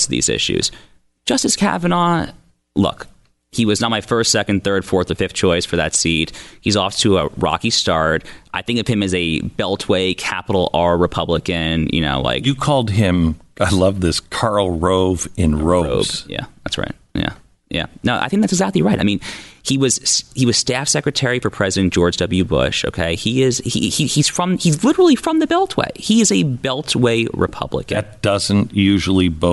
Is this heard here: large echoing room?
no